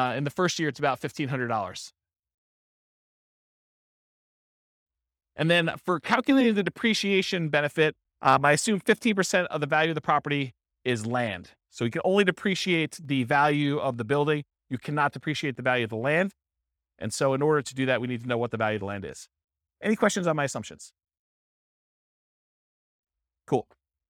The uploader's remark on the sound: This was a live class recorded